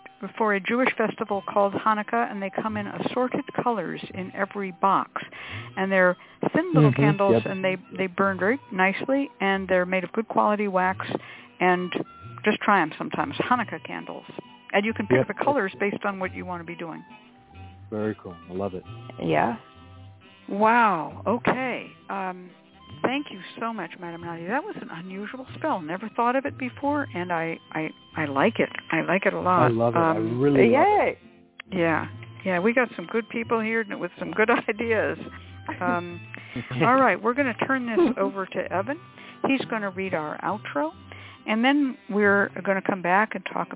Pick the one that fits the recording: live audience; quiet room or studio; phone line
phone line